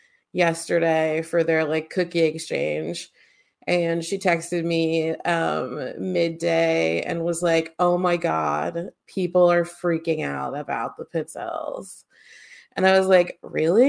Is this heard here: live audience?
no